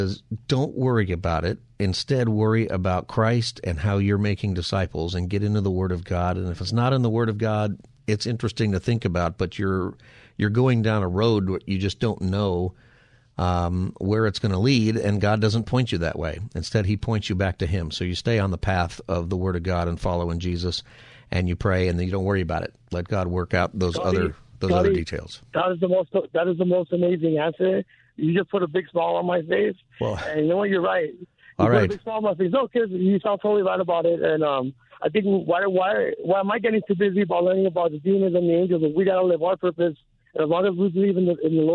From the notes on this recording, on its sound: takes your calls for Open Phone Friday